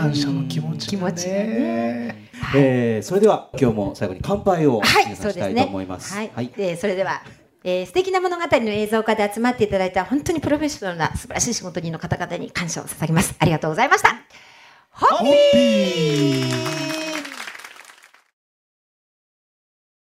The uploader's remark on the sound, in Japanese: ホッピー公開収録。